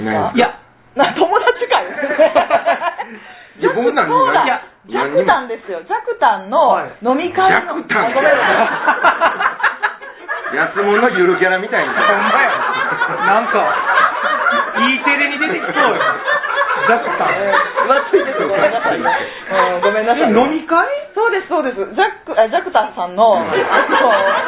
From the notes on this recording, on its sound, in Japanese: 公開収録